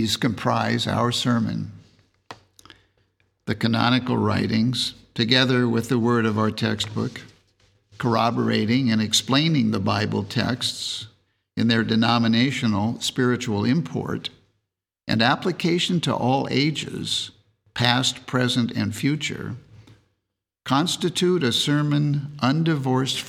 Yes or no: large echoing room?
yes